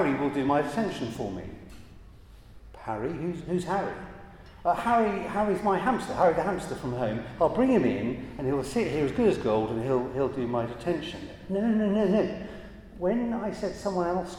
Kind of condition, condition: setting, large echoing room